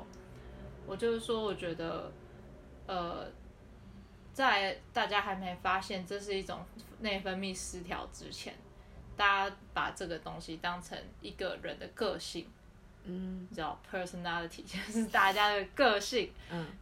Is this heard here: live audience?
no